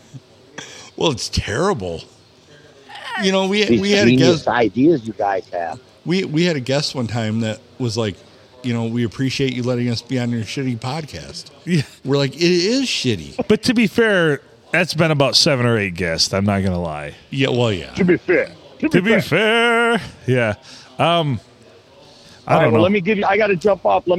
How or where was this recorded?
busy venue